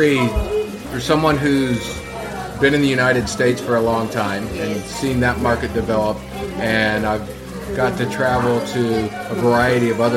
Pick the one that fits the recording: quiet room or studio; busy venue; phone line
busy venue